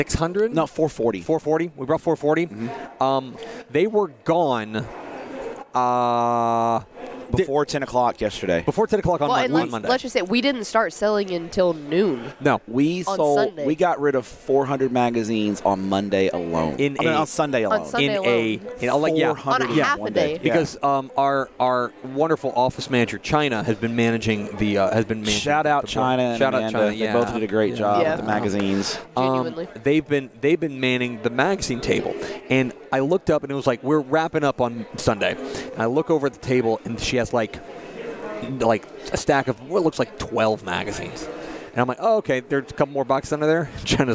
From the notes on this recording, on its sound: Recorded at the 2022 THSCA Coaching School and Convention in San Antonio.